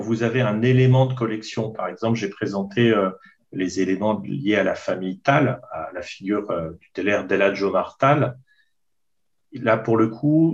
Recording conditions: video call